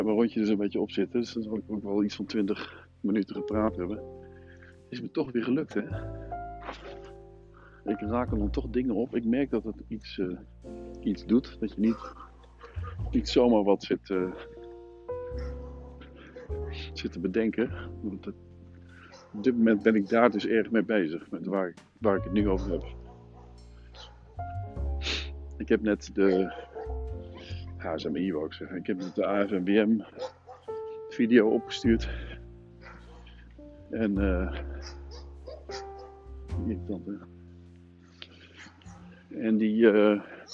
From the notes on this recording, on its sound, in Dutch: Met iPhone AirPodcastend door het bos. IPhone, airpods en Anchor.